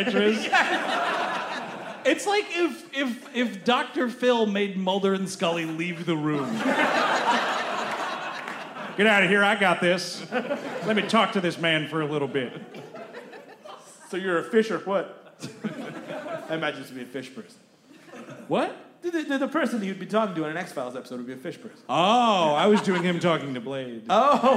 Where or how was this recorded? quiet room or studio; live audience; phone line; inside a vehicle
live audience